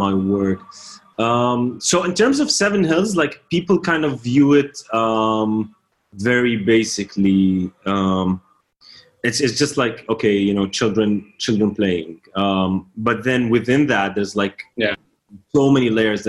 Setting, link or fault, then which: link, video call